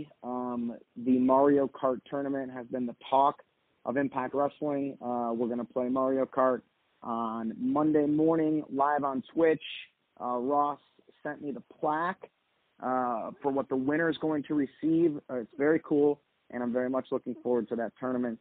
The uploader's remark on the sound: Media Teleconference Interview